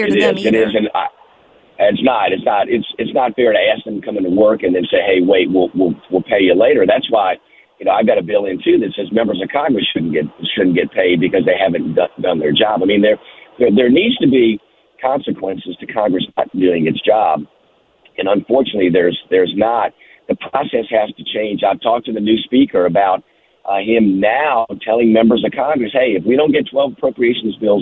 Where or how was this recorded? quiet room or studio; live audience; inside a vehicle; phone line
phone line